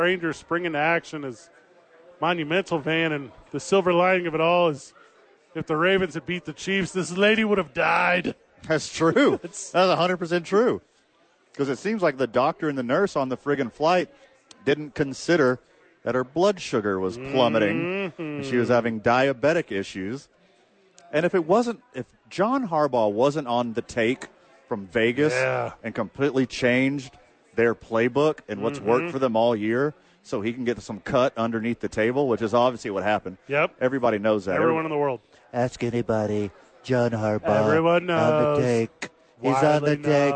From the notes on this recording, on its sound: live at Sadies pregaming Super Bowl.